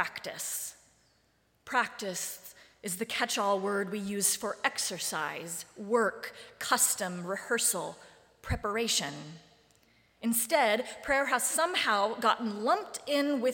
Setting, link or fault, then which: setting, large echoing room